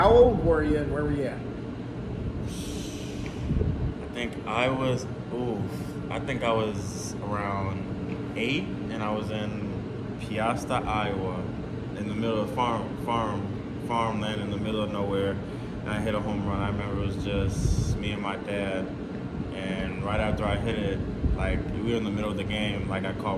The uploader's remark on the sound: The podcast was recorded at Surprise Stadium, outdoors. The audio isn’t necessarily studio-quality, but it’s not bad.